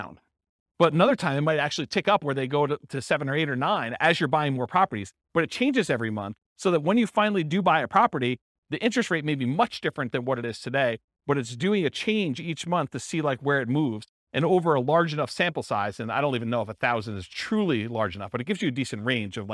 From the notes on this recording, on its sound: This was a live class recorded